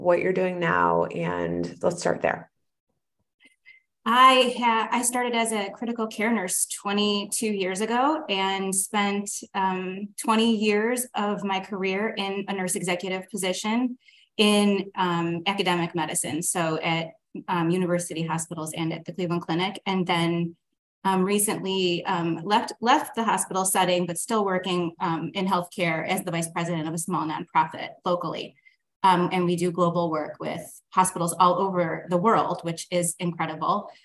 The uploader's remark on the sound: join me for a zoom session